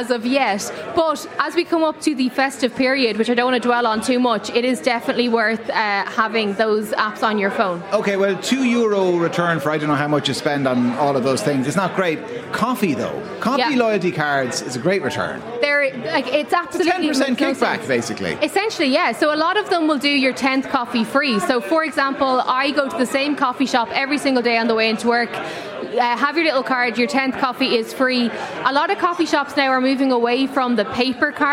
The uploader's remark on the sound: LIVE in The Palace Bar in Dublin